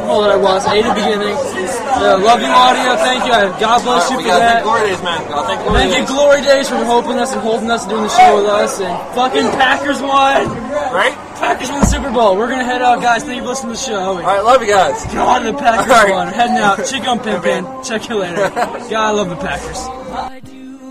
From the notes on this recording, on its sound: LIVE from Glory Days.